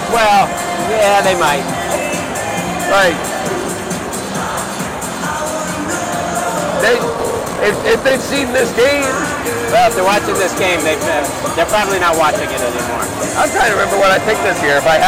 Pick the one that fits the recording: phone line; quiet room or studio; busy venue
busy venue